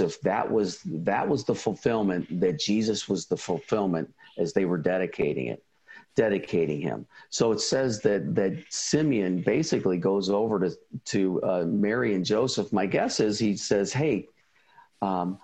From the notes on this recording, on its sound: we replay a recording from a recent virtual ISI event